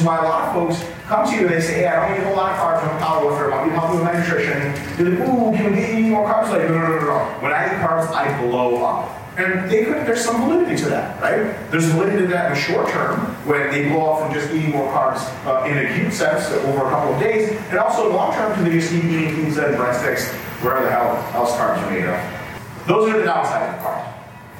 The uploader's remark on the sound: Most of this video was recorded in London at the 2019 European Powerlifting Conference.